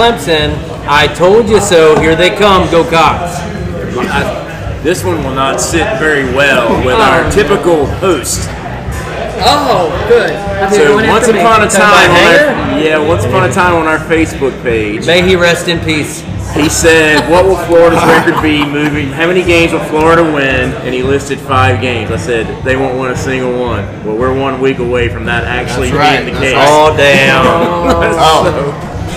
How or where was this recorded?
busy venue